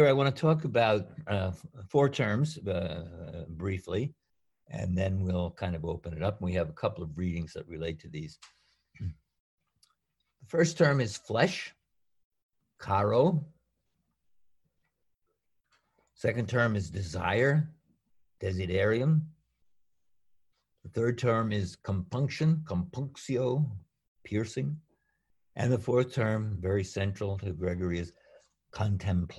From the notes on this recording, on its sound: A webinar recording from April 7, 2020.